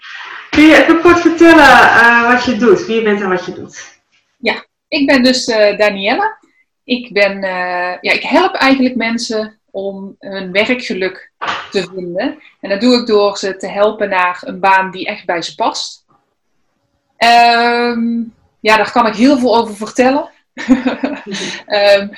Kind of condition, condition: link, video call